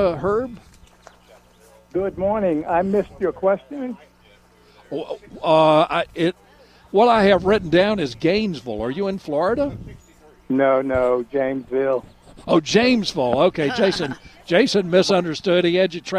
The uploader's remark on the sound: broadcasting live from Campbell Road Nursery